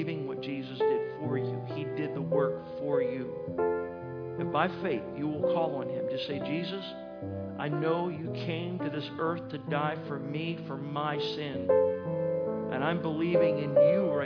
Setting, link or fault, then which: setting, large echoing room